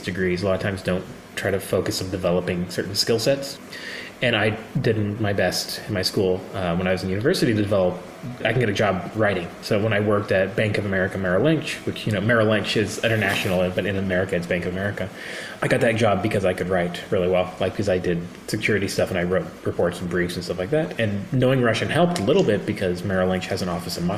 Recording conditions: busy venue